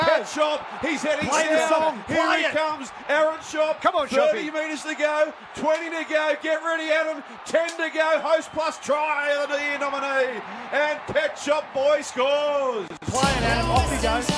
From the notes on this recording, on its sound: call the game live from Accor Stadium